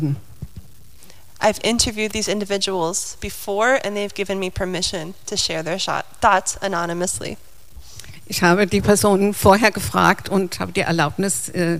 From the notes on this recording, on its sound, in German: Ein Gottesdienst und eine Predigt